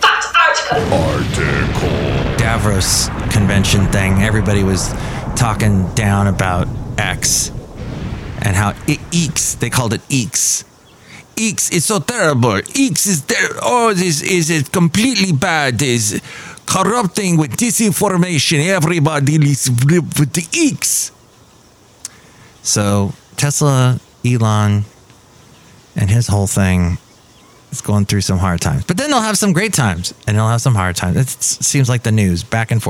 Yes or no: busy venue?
yes